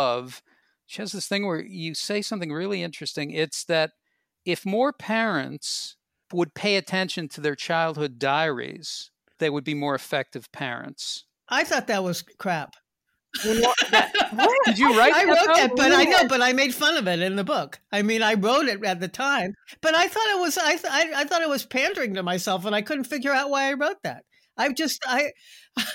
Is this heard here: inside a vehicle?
no